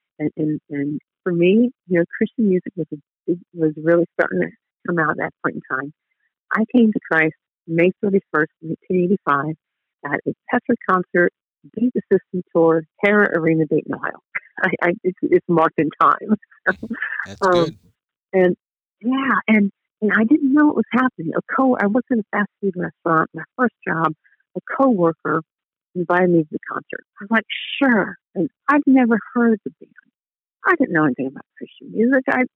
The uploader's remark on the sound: Phone Interview